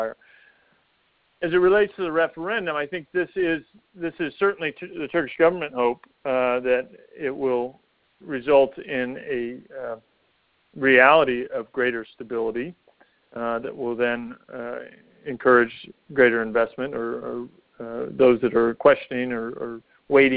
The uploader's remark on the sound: During this teleconference